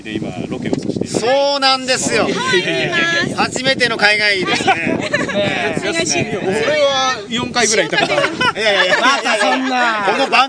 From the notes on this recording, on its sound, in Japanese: 録音場所は秋晴れの青空のもとです